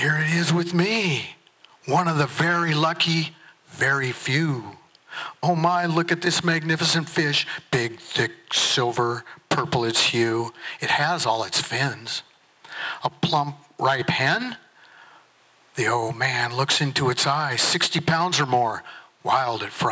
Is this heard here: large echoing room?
yes